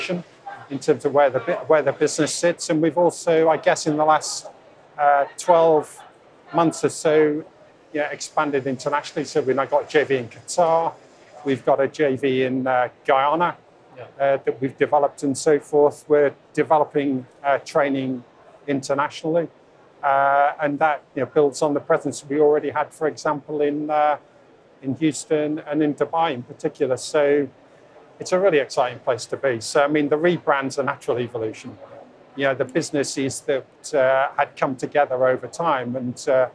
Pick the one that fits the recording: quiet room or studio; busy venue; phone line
busy venue